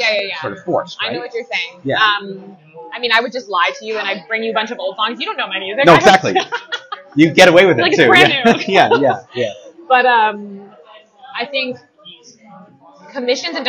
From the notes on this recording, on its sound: This episode is "on the road" at Pan Chancho Bakery & Cafe in Kingston, Ontario.